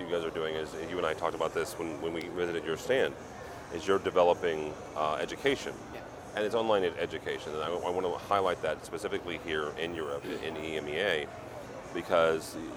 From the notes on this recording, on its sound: Discussing the highlights of Integrated Systems Europe 2019 right from the show floor.